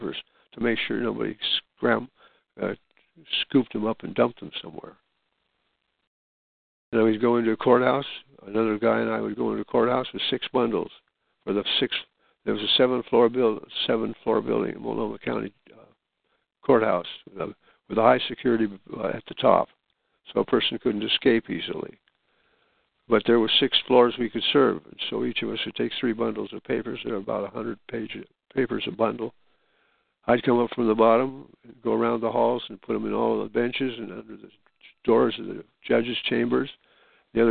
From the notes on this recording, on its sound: to join with us in this phone-conference